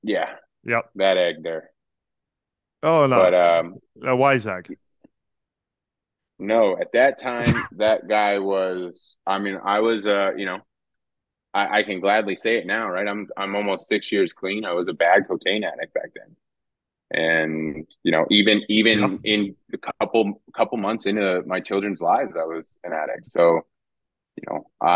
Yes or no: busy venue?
no